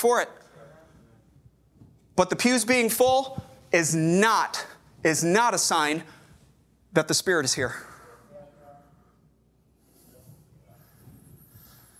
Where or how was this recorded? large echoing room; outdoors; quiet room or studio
large echoing room